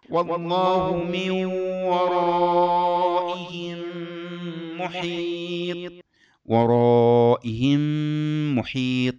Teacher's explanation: تدغم هذه الميم بالميم بعدها مع غنة تخرج من الخيشوم. والله من ورائهم محيط، ورائهم محيط، ميم بعدها ميم.